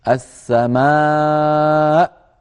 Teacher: آخرها همزة سكنت بسبب الوقف، وقبل الهمزة حرف مد · Term: مد متصل